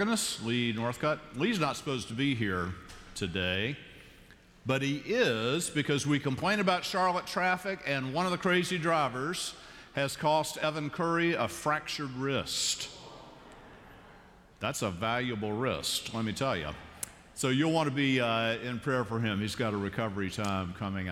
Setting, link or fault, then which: setting, large echoing room